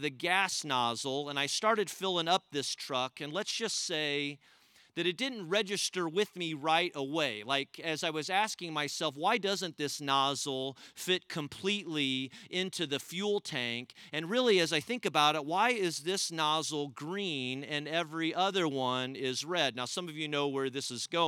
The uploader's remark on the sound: We gathered as one church outdoors at the Carmel campus.